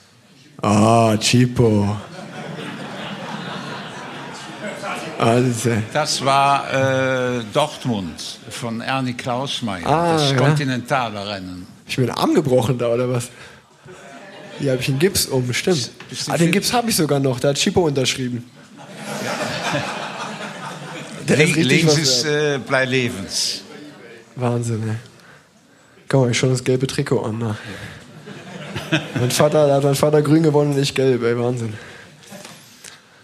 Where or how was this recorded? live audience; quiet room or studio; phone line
live audience